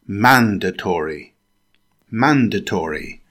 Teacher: It's pronounced with four syllables. Stress the first syllable.